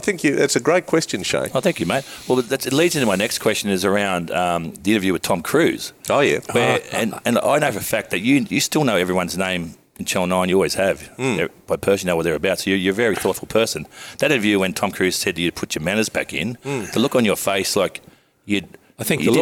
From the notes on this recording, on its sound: This episode was recorded and filmed at Mosman Rowers.